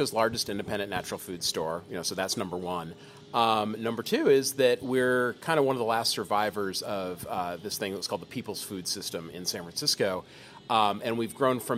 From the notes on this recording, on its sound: Amid the inspiring energy at this year's American Cheese Society conference